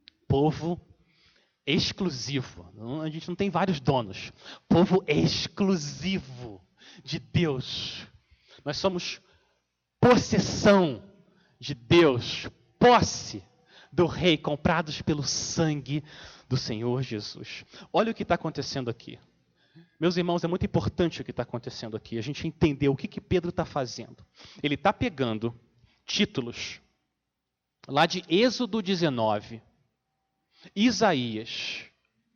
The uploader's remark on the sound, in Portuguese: Mensagem gravada na Igreja Batista Jardim Minesota